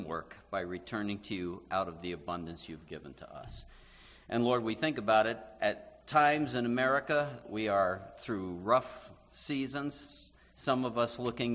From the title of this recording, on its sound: Morning Worship (complete service)